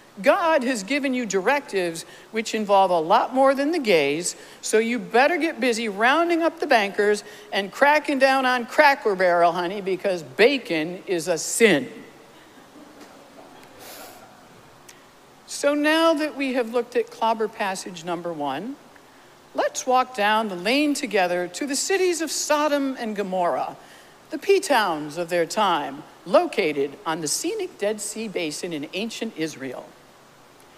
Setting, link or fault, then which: setting, large echoing room